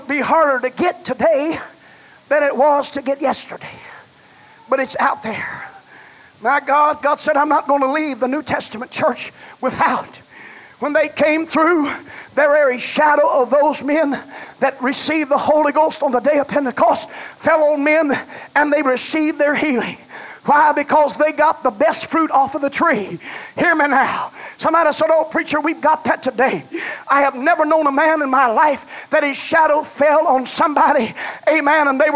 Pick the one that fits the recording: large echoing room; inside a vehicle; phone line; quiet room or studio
large echoing room